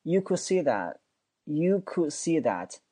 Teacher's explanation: 那个 that 那个 t 呢，我们也可以不发音啊